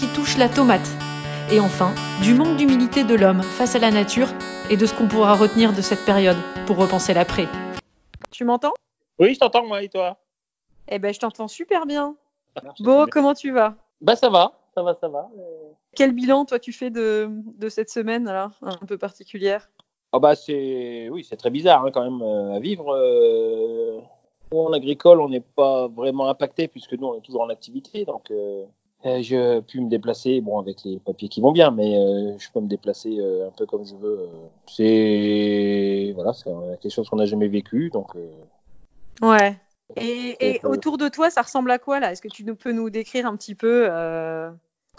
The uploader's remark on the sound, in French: Pas de visite sur le terrain mais une conversation tel enregistrée avec l’accord de l’agriculteur bien sûr. Excusez si la qualité sonore est moindre que dans les podcasts que vous avez l’habitude d’écouter.